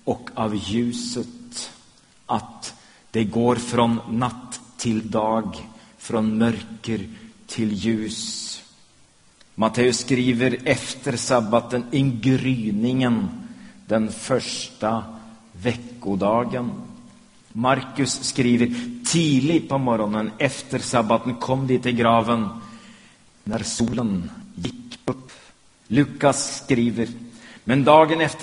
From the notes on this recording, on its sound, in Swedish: Inspelad i Smyrnakyrkan, Göteborg 2011-04-23.